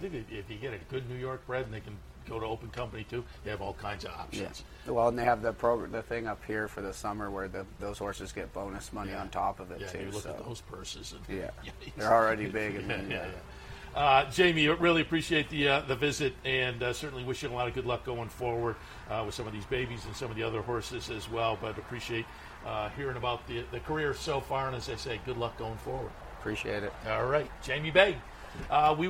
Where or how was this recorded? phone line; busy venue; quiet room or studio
busy venue